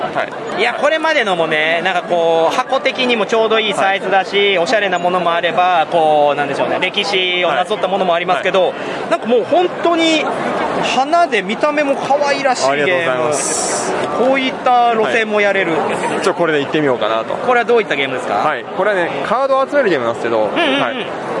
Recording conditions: busy venue